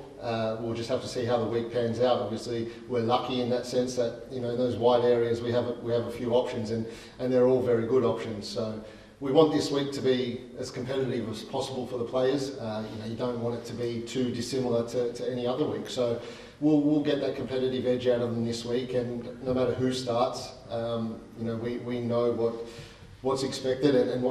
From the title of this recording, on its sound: press conference